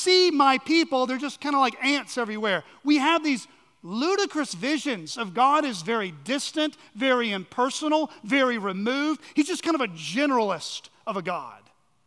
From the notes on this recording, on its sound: On the morning of June 11, 2023, at Chaffee Crossing Baptist Church in Barling, AR.